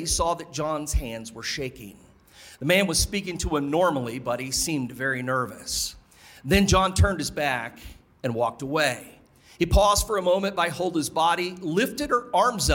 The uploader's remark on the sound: Live From Dead of Winter 2024